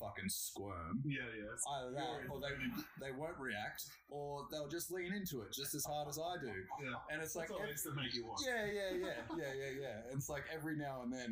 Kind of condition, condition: fault, poor sound quality